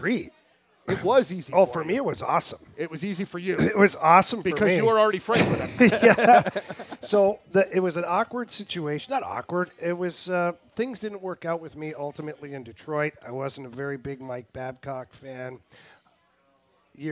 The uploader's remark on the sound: LIVE TAPING AT TWIN PEAKS.